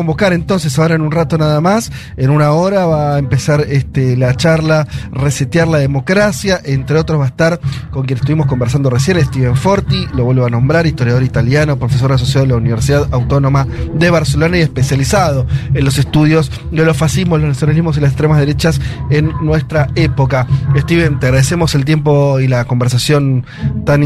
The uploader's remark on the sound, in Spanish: Programa completo de Un Mundo de Sensaciones desde el festival IMPARABLE